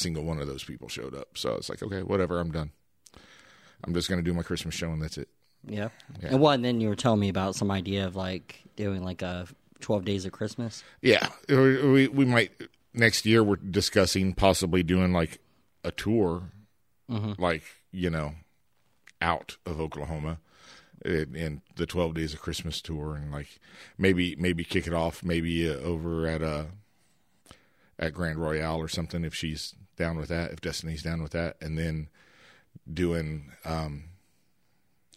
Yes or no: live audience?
no